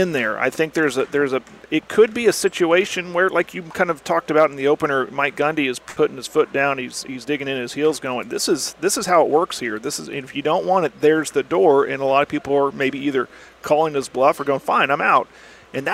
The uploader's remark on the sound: live at the Merritt Classic.